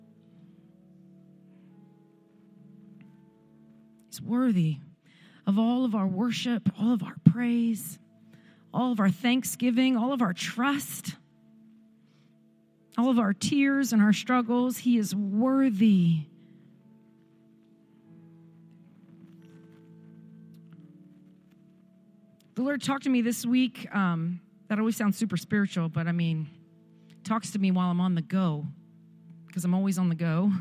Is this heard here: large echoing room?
yes